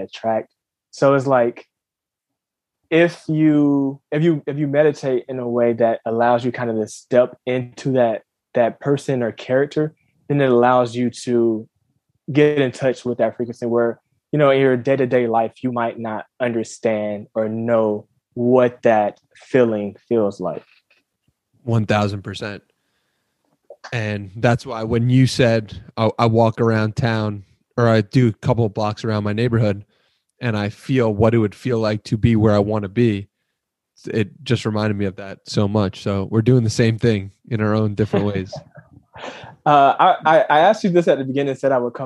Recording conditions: video call